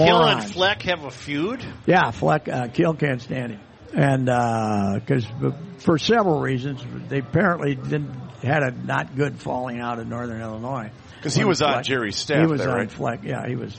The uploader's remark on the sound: broadcasting live from the MN State Fair